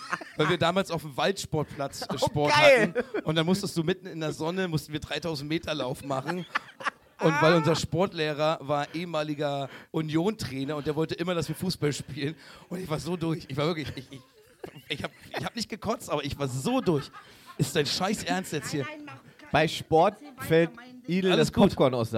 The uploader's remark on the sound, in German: live im MadMonkeyRoom Berlin